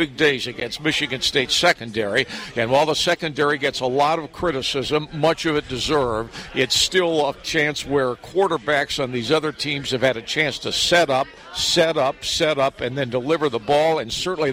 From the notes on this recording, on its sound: broadcasting from just outside Spartan Stadium.